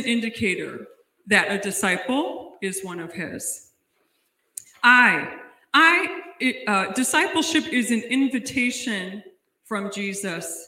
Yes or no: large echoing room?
yes